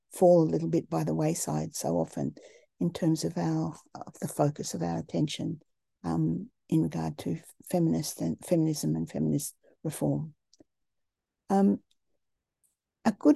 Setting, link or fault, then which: link, video call